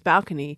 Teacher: In the 19th century, people started to move the stress in that word up to the first syllable